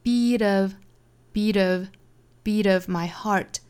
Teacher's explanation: 这里面的 beat 和 of 之间的连读呢，有一个小弹舌音